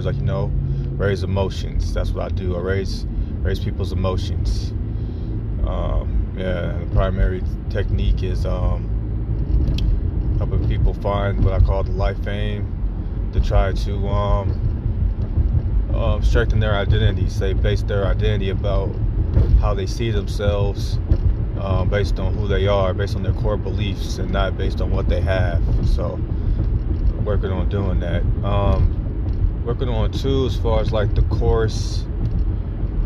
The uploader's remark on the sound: I am in the car on my way to a friend's house.